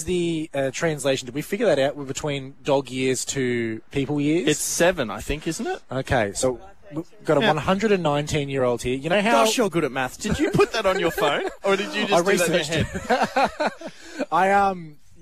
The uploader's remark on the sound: live broadcast from Shepparton RSL